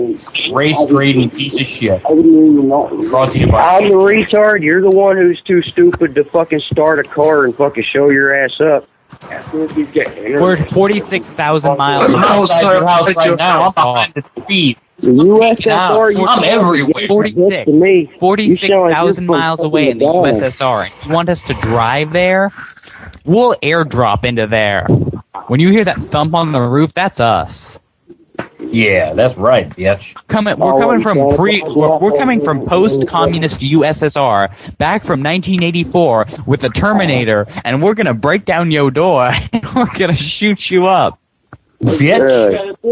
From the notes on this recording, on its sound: Prank Phone Calls